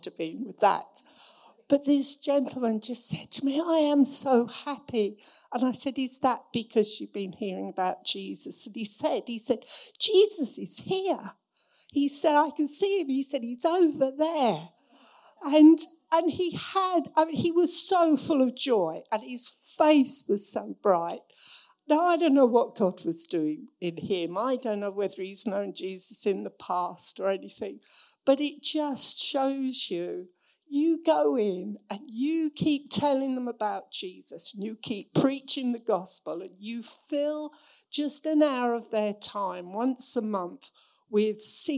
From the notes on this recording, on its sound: Recorded Sun 17th Sept at Saxon Hall, Raunds